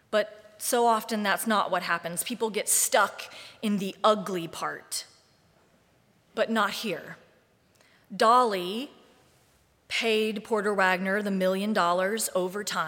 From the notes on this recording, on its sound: Live streamed from the sanctuary of Mayflower Congregational UCC Church of Oklahoma City.